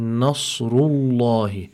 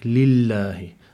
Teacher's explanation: the differentiation between the tafkhim and the tarqiq for harf al-lam fi lafz al-jalala Allah